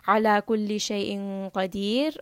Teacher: ra in this case is heavy when you end.